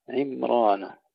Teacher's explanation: نسكن الميم بدون قلقلة نفخم الراء بعدها